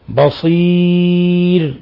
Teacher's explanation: لاحظوا كيف وقفنا على الراء المسبوقة بياء بالترقيق